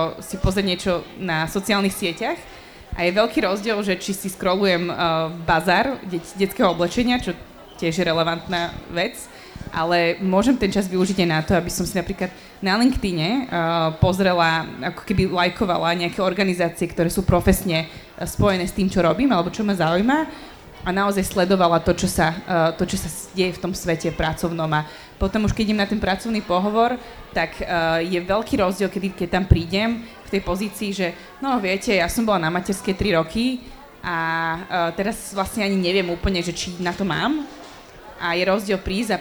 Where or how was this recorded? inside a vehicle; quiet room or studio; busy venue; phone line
busy venue